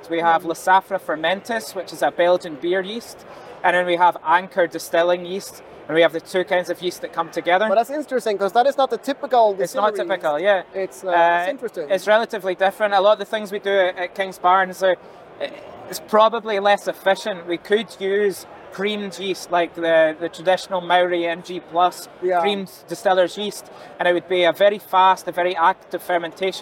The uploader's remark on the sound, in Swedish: när han besökte Stockholm Beer and Whisky festival